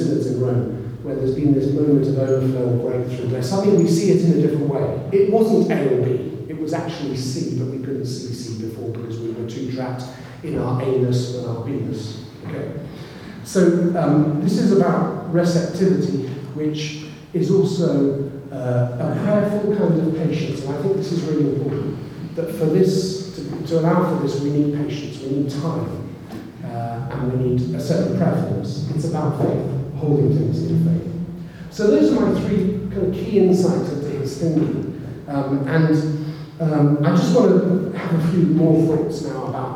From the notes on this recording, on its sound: keynote speaker at the launch of the Belfast Jesuit Spirituality Centre